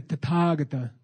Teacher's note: The TH is just a ta, okay? It's not a the, okay?